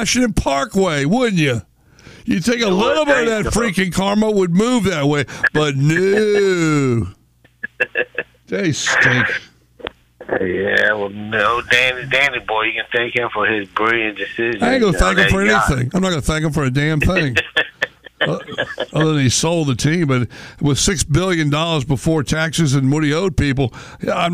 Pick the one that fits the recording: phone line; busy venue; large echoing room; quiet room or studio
phone line